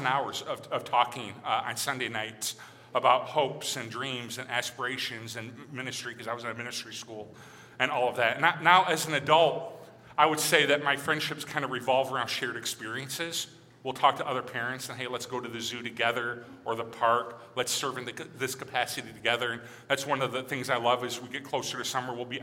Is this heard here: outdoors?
no